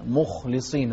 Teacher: وضح الخاء مع تفخيمها